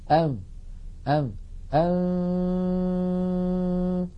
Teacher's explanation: إذن الفم مهيئ على مخرج الفاء وينطق القارئ من أنفه غنة فقط · Term: إخفاء